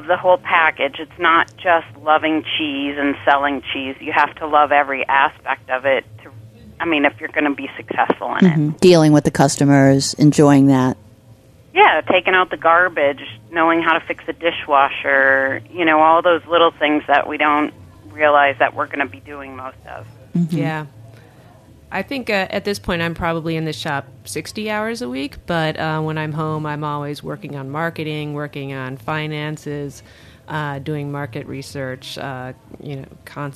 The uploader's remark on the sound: Calls in from North Carolina. Joins via the phone from Las Vegas.